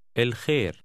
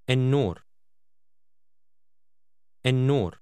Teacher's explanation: In Arabic, the can be either el, as in الخير، or e, followed by a double consonant sound, as in النور.